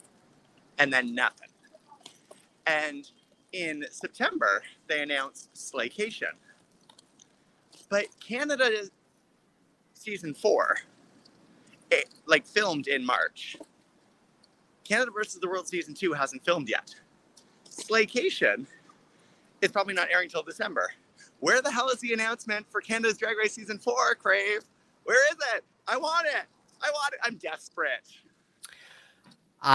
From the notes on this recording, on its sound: LIVE on location of the streets of Toronto